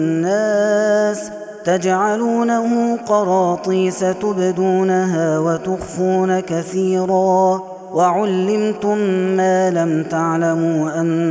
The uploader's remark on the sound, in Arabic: هذا التسجيل من صلاة التراويح. Ramadan 2021.